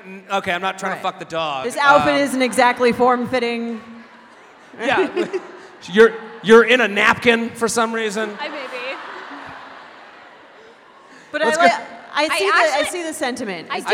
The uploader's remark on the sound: Live At Sixth & I. Recorded live at Sixth And I in Washington, DC.